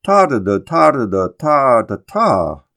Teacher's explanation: Longfellow primarily uses a falling 3-syllable foot with the stress on the first syllable, ta-da-da, ta-da-da. But at the end of each line, he stresses the final syllable as well to produce lines that more or less go ta-da-da, ta-da-da, ta-da-ta.